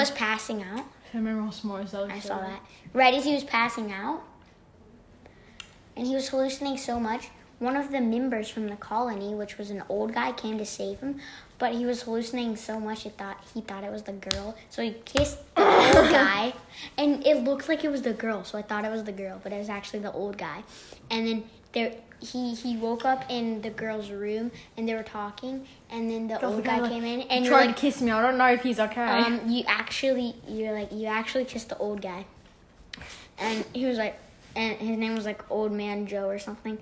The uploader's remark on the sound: I go from holding the phone in my room to walking outside with the phone really close to my mouse to like passing it back-and-forth between me and my brother so the volume kind of fluctuates.